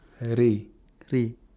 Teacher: The tongue is going downward. We don't have the velarization of the back of the tongue.